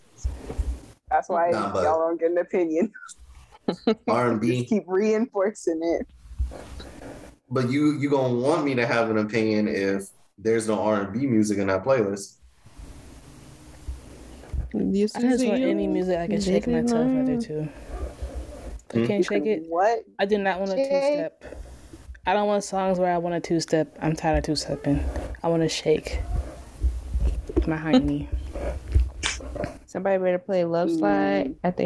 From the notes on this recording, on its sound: Sorry the Audio is messed up this episode.